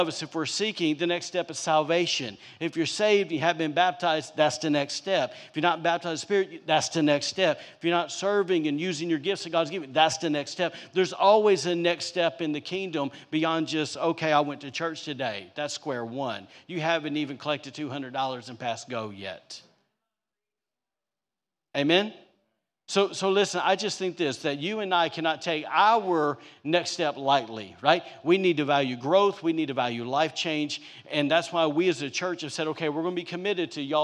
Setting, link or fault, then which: setting, large echoing room